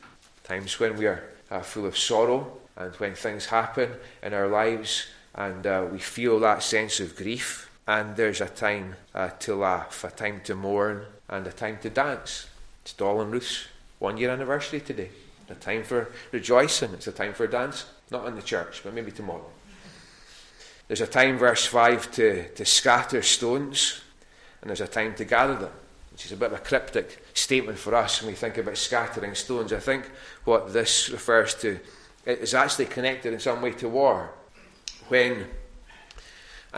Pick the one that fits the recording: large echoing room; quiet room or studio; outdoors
large echoing room